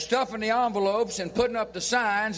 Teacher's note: Notice how the former president dropped the letter G at the end of a word. · Term: working-class Southern accent